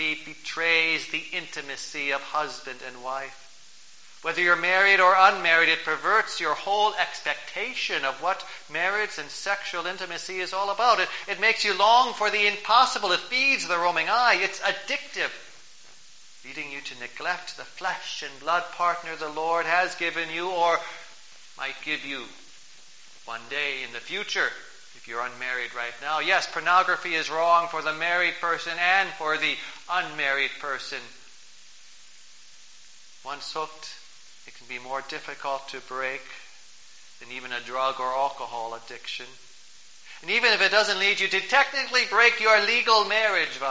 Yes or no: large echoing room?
yes